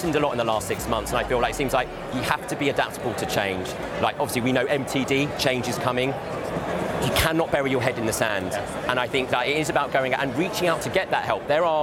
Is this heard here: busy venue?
yes